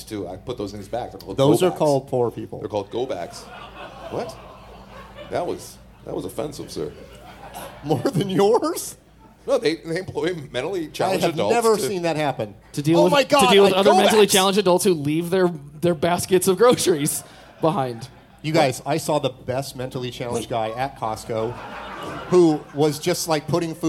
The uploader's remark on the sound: Live In Las Vegas!